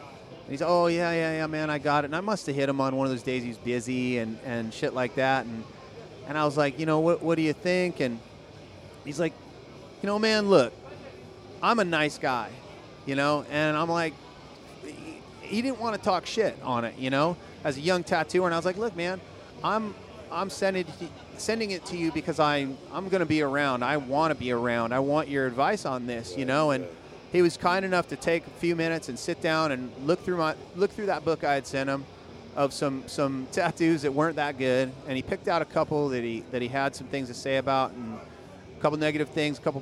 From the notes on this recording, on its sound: Sits down with me in the Sullen Clothing booth at the 2014 Ink &amp; Iron tattoo festival. Sits down with me in the Sullen Clothing booth at the 2014 Ink & Iron tattoo festival.